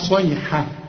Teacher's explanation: الياء رققها والحاء هنا رققها